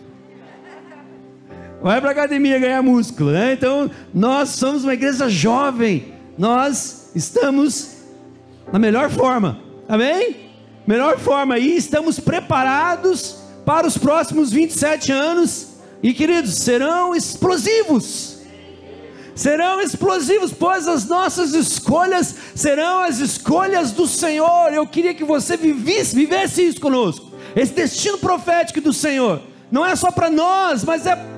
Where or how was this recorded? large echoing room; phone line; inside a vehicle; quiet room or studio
large echoing room